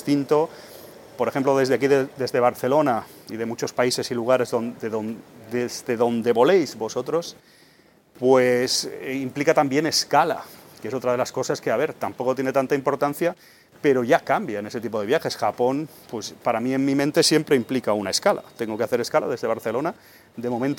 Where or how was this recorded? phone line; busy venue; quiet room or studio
busy venue